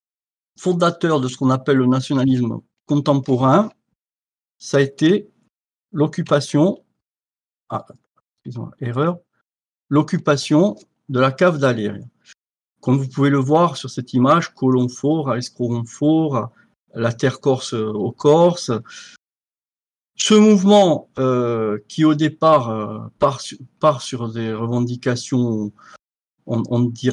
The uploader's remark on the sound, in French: Captation de Visioconférence